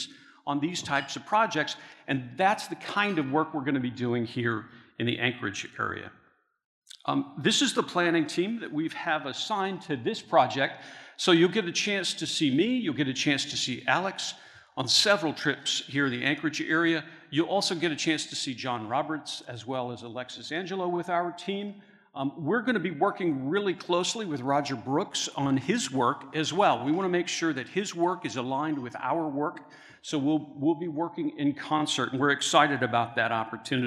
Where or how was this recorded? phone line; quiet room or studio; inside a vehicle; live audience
live audience